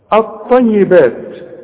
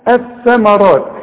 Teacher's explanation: اللام بتتحول الى نفس الحرف، اللام بتتحول الى طاء اوتوماتيك كده. شوف الطيبات، والحرف لابد ان يكون مشدد بقى.